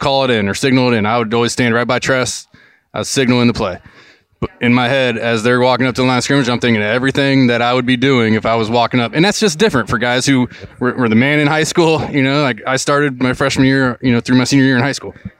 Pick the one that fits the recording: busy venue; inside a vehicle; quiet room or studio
busy venue